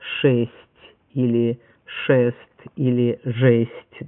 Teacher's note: В русском языке есть согласные, которые только твердые, у них нет соответствующего мягкого, и они сочетаются с гласным «э».